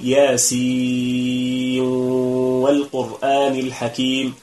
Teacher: فندغم النون في الواو · Term: الإدغام